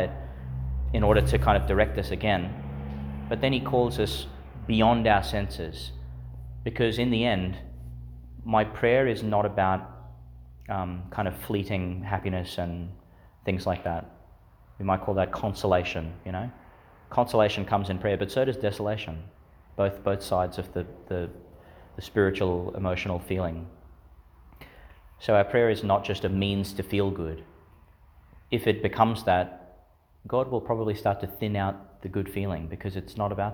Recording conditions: large echoing room